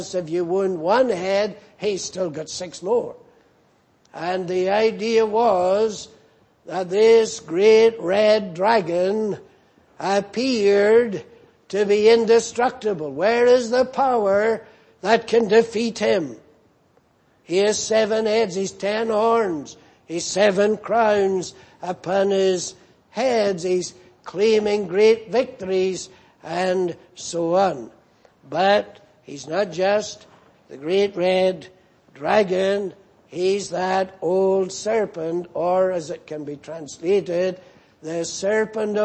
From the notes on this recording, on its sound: Preached in Grafton. At the Lord's Day Morning service on 25th November, 2018.